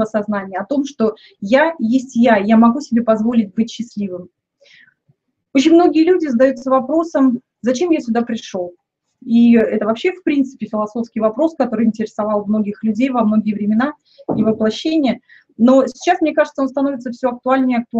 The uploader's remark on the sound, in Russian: Запись ТетаБинара от 10 июня